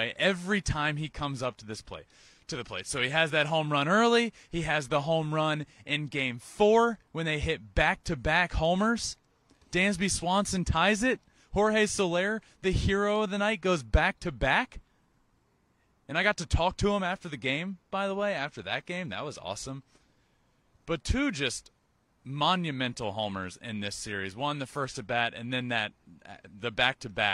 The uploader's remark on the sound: Live from Minute Maid park the day before Game 6 of the World Series!